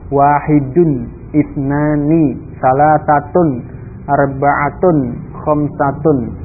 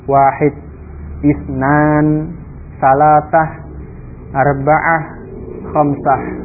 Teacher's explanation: boleh diucapkan dengan mensukun akhirnya · Shown in: second take · wahid, isnan, salatah, arba'ah, khamsah.